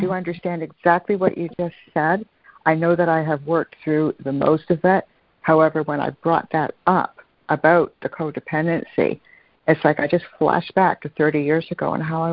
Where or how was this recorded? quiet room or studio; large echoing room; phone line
phone line